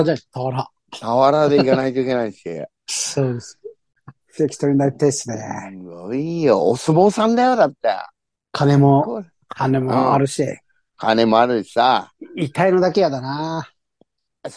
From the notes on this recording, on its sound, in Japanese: ZOOMで収録